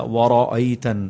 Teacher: یہاں پر را کے اوپر زبر ہے، اسے موٹا کر کے پڑھا جائے گا ورأيت، اور نون پر غنہ کرنا ہے.